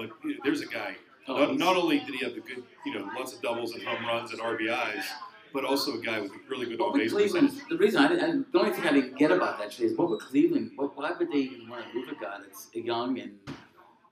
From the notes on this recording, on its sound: A special LIVE event at Gorman's Pub in Pittsburgh, PA. Thank you to Gorman's Pub for hosting.